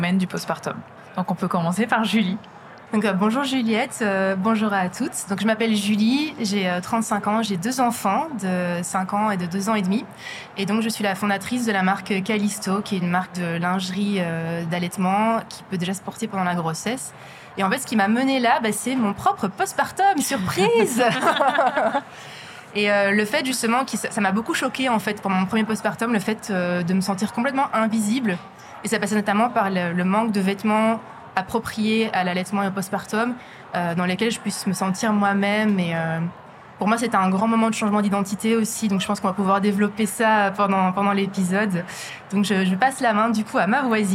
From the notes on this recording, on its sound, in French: Enregistrée au Salon International de la Lingerie. Nous étions entourées de stands dédiés au bien-être intime, aux sextoys et aux massages. Cette ambiance joyeuse a cependant impacté la qualité sonore de cet épisode.